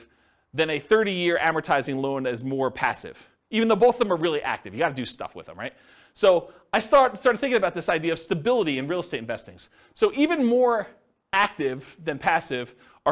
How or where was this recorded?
live audience